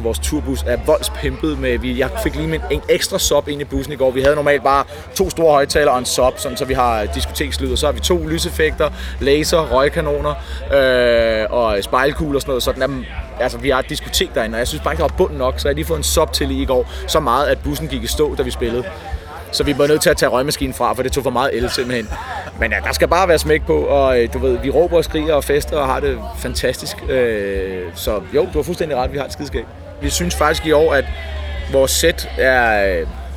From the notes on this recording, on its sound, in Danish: optaget i backstage-området på Nibe Festival i 2013